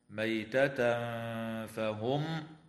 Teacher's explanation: ويخفى التنوين عند الفاء مع الغنة مرققة في قوله تعالى: ميتة فهم